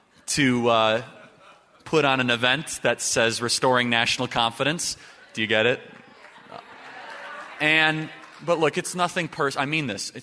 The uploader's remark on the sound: LIVE at the Restoring National Confidence Summit.